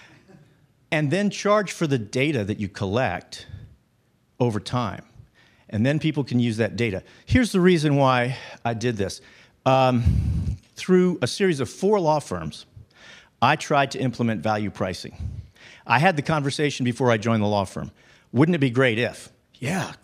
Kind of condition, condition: setting, live audience